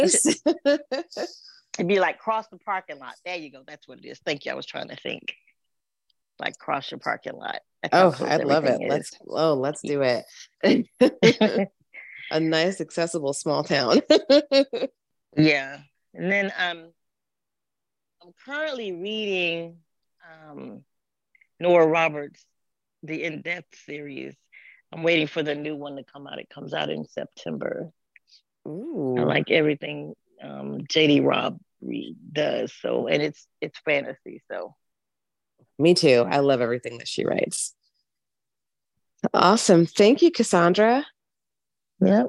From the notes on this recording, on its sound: Originally Broadcasted June 26, 2023, on ACB Zoom